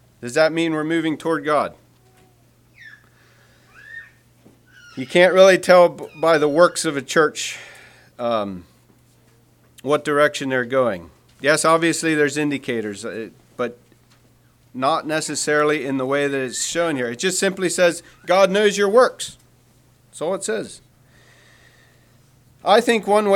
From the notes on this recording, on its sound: Message preached at Word Of Hope Sunday Aug 27, 2023